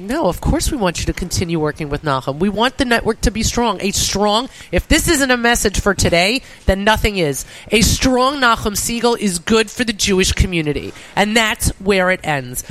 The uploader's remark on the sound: Live from Gotta Getta Bagel in Woodmere